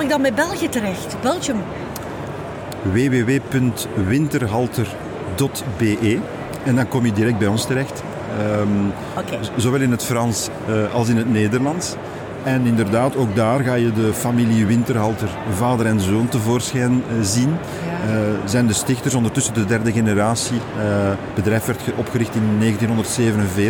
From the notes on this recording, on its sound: Horeca Expo Live.